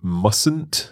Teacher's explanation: So that T is silent. We don't pronounce it. · Term: silent letter